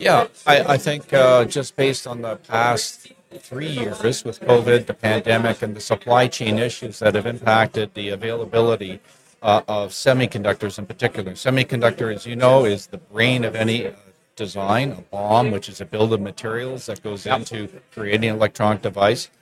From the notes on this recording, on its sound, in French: En direct du Hardtech à Toronto